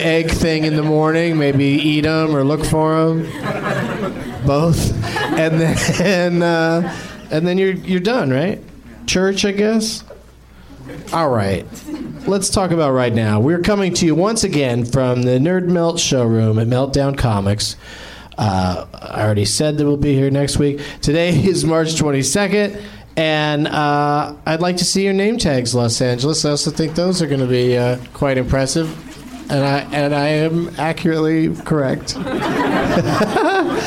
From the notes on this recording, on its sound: Live from the NerdMelt Showroom in LA